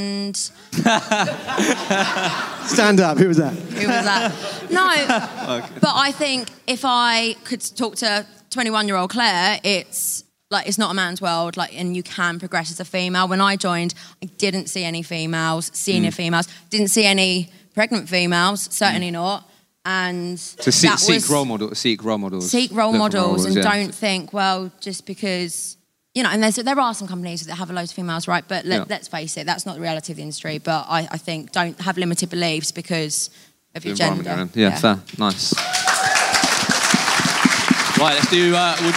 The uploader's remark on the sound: LIVE Podcast in London. We took over 26 Leake Street in Waterloo & here is the brilliant conversation we had at our LIVE podcast event.